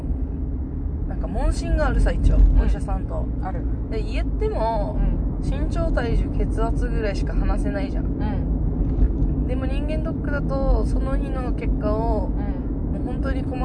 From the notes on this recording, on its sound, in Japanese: ドライブ収録でお届けしたいと思います